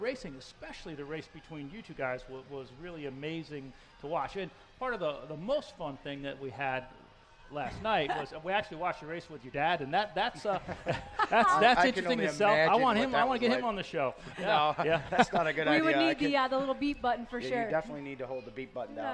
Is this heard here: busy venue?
yes